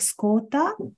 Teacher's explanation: the vowel in the middle of that word gets elongated. And so instead of saying tsukatta, it sounds like skota. · Term: vowel lengthening